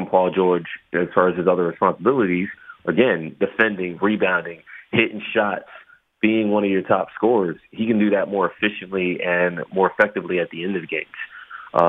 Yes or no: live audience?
no